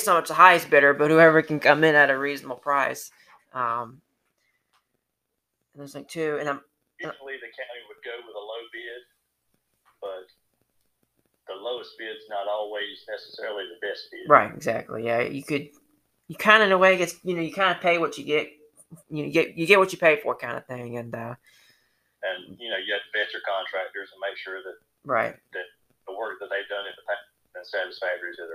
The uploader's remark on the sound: On the first over the phone interview.